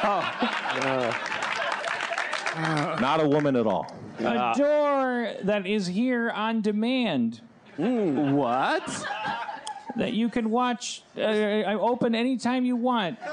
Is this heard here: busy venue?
yes